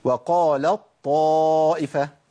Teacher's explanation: التاء عندي بتذهب بالكليه وتفضل بطاء · Term: إدغام متجانسين